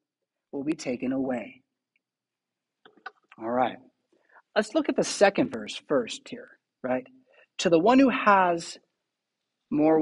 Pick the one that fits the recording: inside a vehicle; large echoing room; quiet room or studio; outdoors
large echoing room